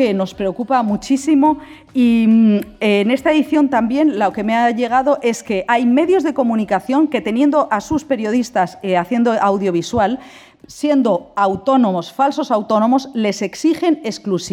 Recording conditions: busy venue